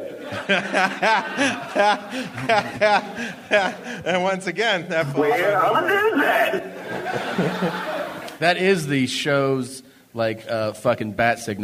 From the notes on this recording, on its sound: Live from Denver.